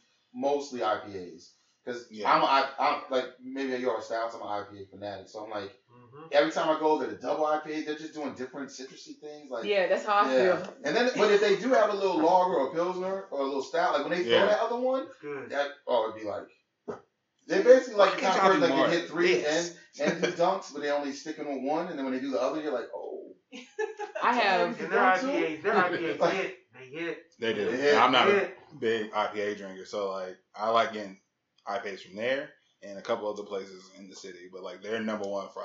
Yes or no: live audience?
no